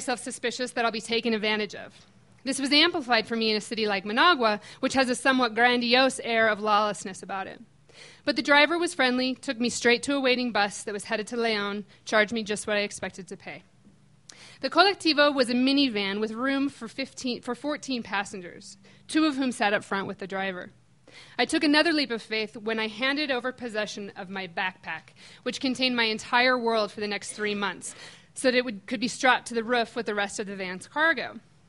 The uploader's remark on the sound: These stories were recorded at The Deer Pile on October 17th, 2013 by our good friends at The Denver Diatribe.